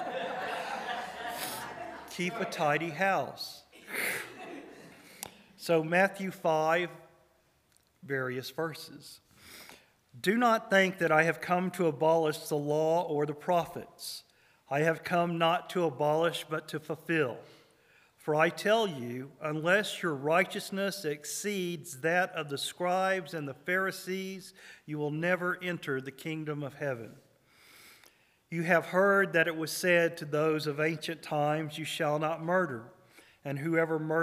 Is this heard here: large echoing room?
yes